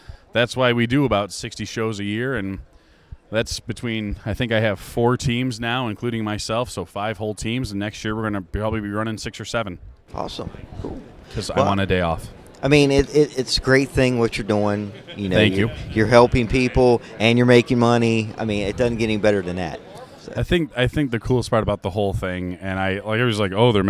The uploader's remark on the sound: at Lexington Comic Con Mar 2017